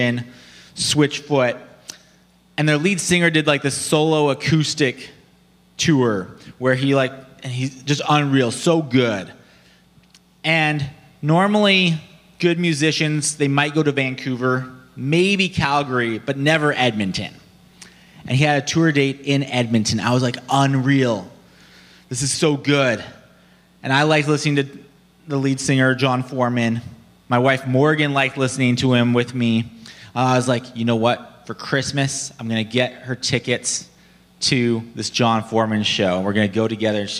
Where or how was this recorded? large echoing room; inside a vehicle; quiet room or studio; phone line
large echoing room